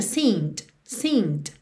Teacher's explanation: Atenção que esse verbo está no passado, mas o E da terminação ED aí final não é pronunciado. E o D é a consoante oclusiva que pode aparecer mais, menos ou nada.